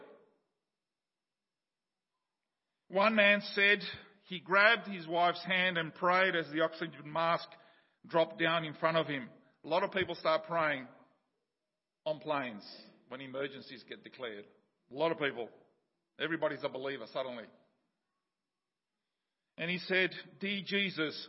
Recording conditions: large echoing room